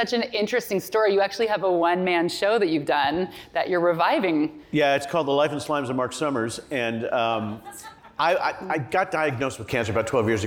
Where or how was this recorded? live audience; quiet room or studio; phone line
live audience